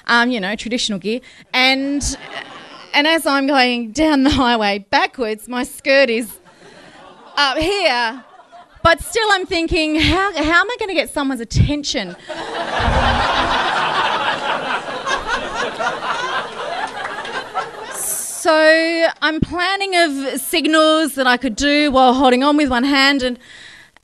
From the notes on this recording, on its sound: told live on stage at a tiny pub in the huge state of Western Australia